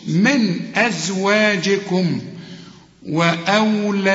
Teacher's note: نون عليها السكون وبعدها همزة ما تغنش